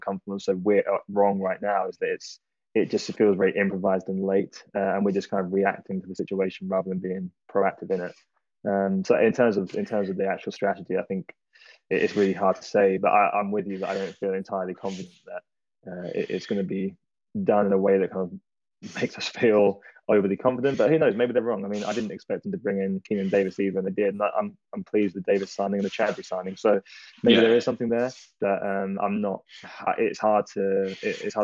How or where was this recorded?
video call